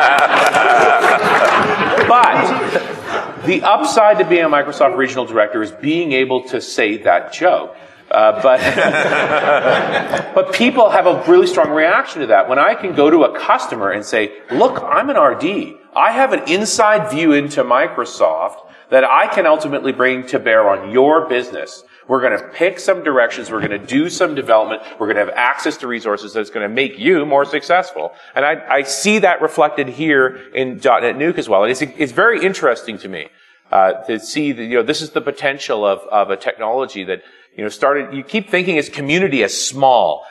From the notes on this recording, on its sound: Interview members of the Dot Net Nuke corporation and their partners in front of a live audience at the Connections conference in Las Vegas November, 2007.